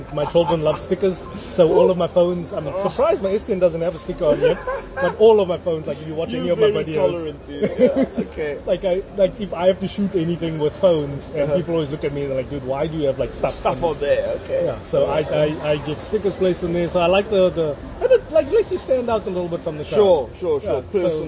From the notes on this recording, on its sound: Recorded at Wimpy Canal Walk